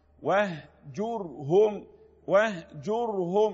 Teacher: يبقى وهجر راء هنا مفخمة